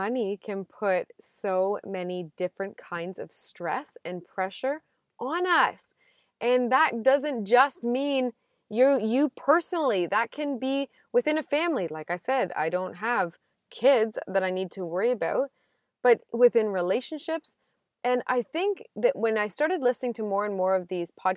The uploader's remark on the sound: Another day, another drive, another roadside recording!